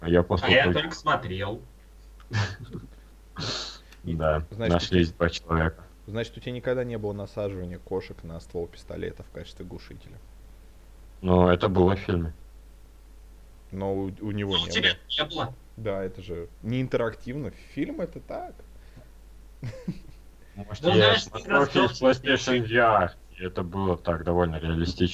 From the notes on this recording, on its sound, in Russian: Это старый выпуск подкаста, не имеющий чёткого формата, записанный в не очень высоком качестве.